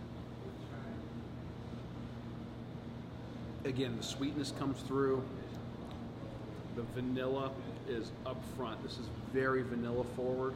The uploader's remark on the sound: The post-race celebration at Orpheus Brewing is not to be missed.